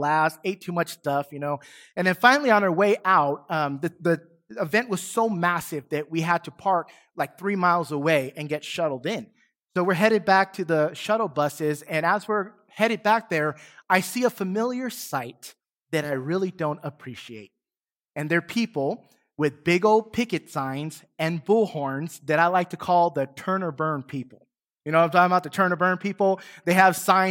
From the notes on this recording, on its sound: Recorded from South Gate Fellowship in Duncanville, TX on Sunday, December 5, 2021.